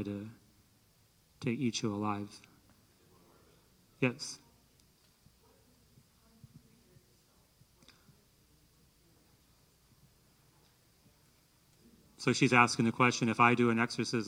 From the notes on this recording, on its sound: in Maas Auditorium at Hope College as part of the Saint Benedict Institute Speaker Series